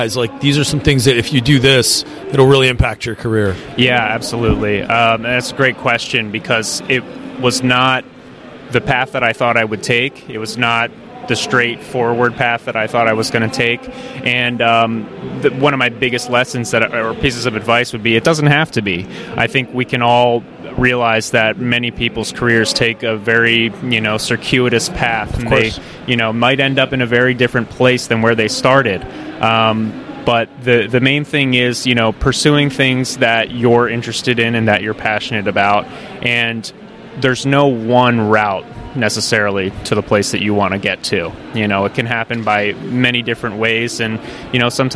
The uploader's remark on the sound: at the Trees and Utilities 2023 Conference